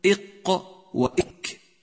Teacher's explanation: ستلاحظ أن الحرفين قريبان من بعضهما في المخرج، إلا أن الكاف أقرب إلى وسط اللسان